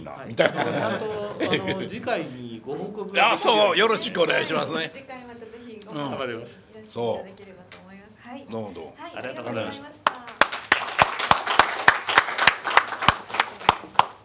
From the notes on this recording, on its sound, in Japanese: ようは会ラジオ３周年記念 公開収録。